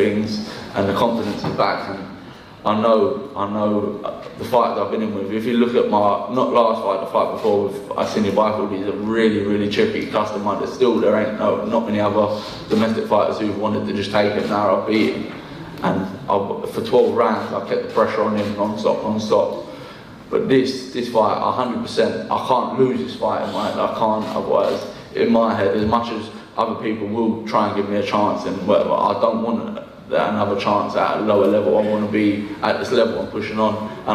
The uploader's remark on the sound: JD NXTGEN press conference